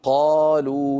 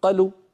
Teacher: يعني تصوروا لو قلت أنا قلوا بدل ما أقول قالوا، لو قلت قلوا، لما قلت قلوا ولم أمد الطبيعي اختفت الألف من الوجود واختفت الواو من النطق، قلوا صارت انقلبت الألف إلى فتحة والواو إلى ضمة · Shown in: second take · لذلك لم يعد لذات الحرف وجود.